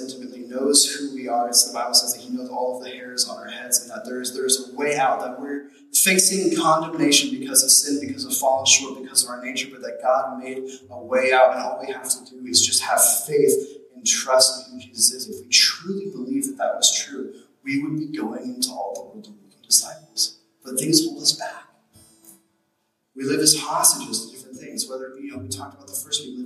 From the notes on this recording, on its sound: We apologize for the poor audio quality in this message as we were experiencing technical difficulties